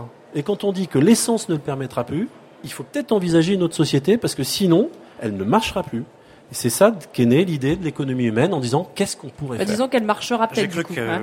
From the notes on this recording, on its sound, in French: Le plateau de Fréquence Terre sur le salon planète durable en Avril 2011. Enregistrée au salon planète durable en Avril 2011.